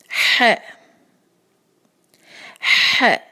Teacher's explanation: जब है शुरू होता है तो उसके साथ ही जो है वो थोड़ी सी सांस की आवाज शामिल होती है, कैसी जो है इस तरह से निकालना है, इसके लिए भी आपको जरा जोर लगाना पड़ेगा, तो ये हो जाएगा है, आवाज छोटी रखेंगे इसलिए सिर्फ फतह है।